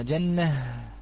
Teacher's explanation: نقف عليها بالهاء الساكنة، فلا روم ولا إشمام على الساكن